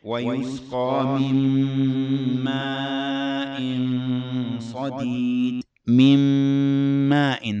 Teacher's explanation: هذا الإدغام إدغام ناقص، كون الغنة تبقى عندما نقول ويسقى من ماء صديد.